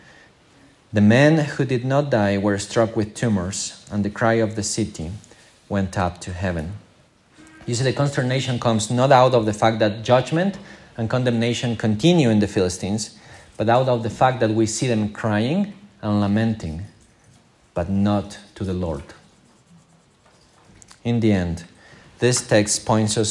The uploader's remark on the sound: This is the recording of our morning service.